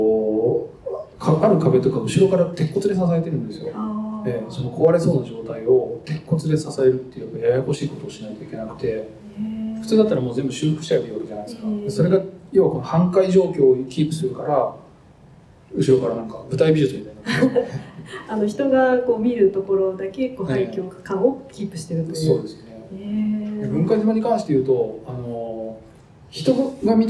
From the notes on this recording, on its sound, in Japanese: 同館であったトークイベントの様子をすべてお届けします